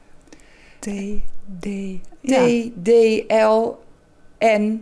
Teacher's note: Die zitten allemaal op bijna dezelfde plek in je mond. Dus daar heb je heel veel spierspanning voor nodig.